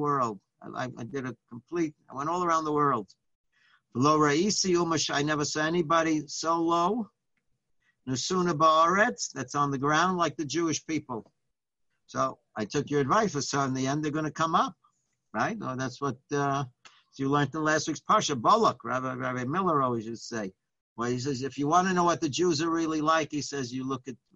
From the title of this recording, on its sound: Live On Zoom: 7-6-2020